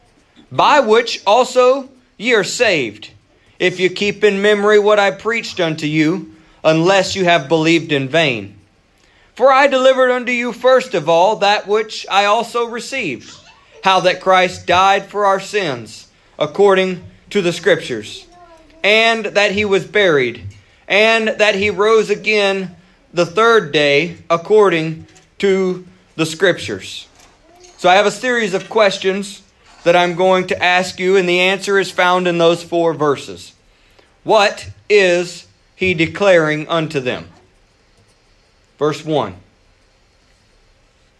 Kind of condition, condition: setting, large echoing room